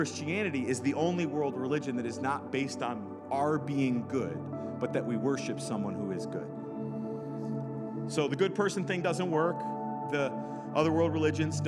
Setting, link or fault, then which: setting, large echoing room